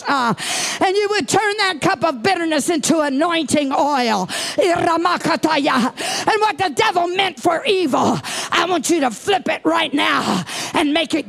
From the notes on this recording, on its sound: Preached at DCD Conference 2023, 6 Dec Evening Service